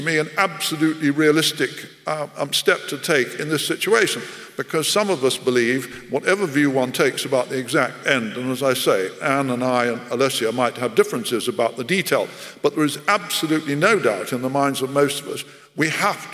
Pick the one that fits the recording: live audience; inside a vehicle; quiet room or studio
live audience